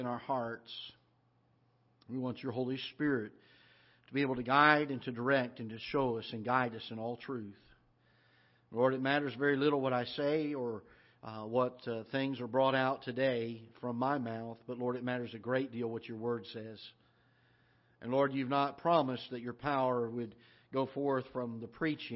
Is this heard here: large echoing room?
yes